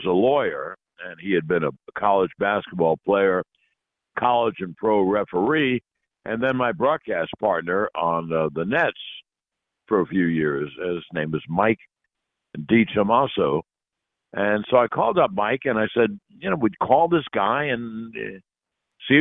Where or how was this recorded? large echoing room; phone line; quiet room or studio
phone line